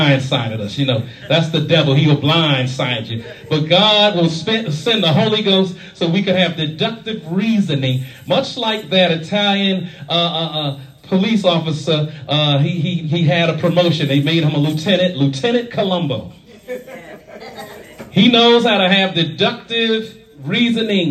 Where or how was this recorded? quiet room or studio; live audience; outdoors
live audience